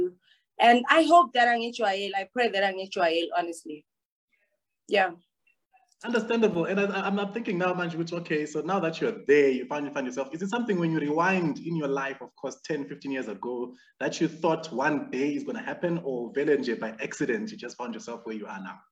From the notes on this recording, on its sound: The series is webcast via Zoom